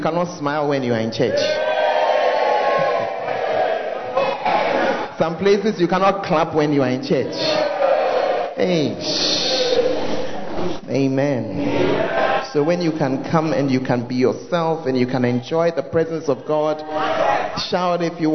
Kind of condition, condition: setting, large echoing room